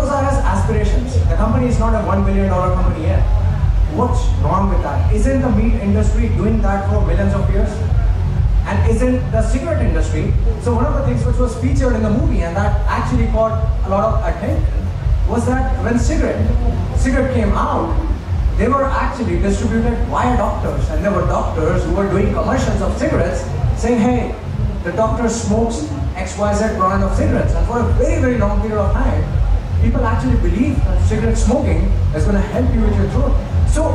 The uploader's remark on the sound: Game Changers Panel Discussion - Connect Festival Goa, India - 2019. The audio to the panel discussion he was apart of at the Connect Festival in India in 2019.